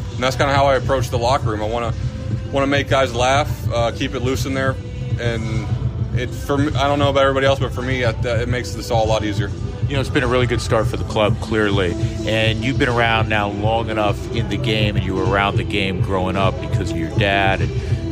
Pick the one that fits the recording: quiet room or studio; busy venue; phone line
busy venue